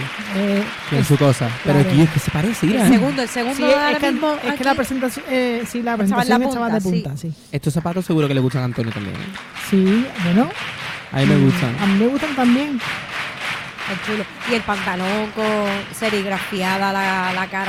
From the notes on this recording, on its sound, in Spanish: En directo desde el Gran Teatro Falla de Cádiz